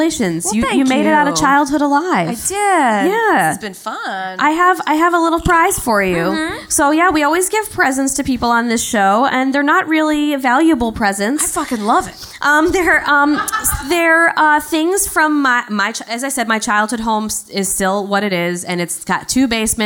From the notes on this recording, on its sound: Live from Le Poisson Rouge